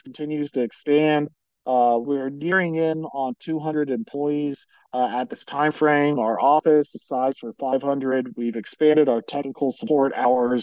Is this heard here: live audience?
no